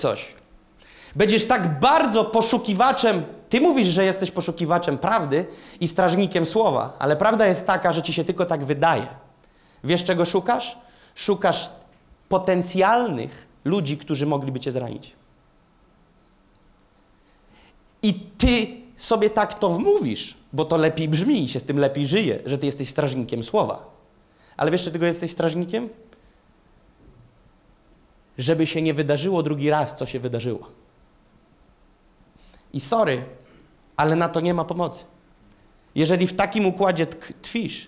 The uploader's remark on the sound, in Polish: Kazanie zostało nagrane podczas Makrogrupy NOF Church 24.